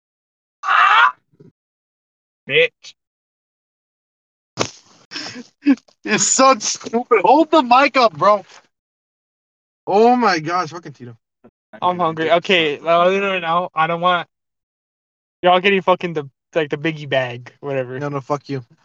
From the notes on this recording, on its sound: Our first podcast episode in a car, mic quality needs work but its a first.